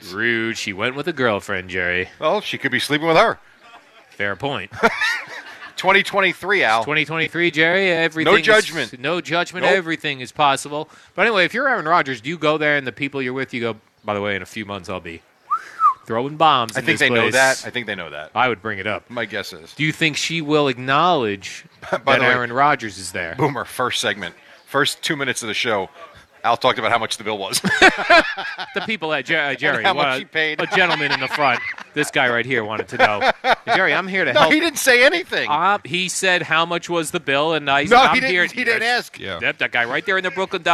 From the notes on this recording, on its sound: Live from D'Jais in Belmar